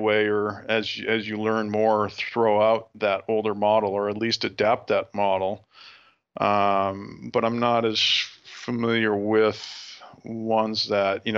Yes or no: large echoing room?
no